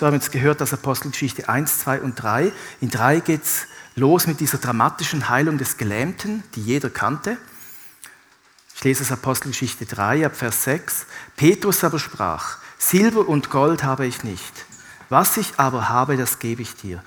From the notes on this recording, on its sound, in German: Live aus Winterthur der Dienstagsgottesdienst